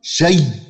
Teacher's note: أبدل الهمزة الثانية ياء ثم أدغم الياء الأولى في الثانية فتصير ياء مشددة · Term: الإبدال مع الإدغام